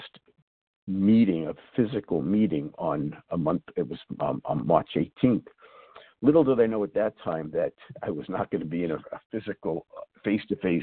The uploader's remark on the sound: 100 Pounders Phone Meeting.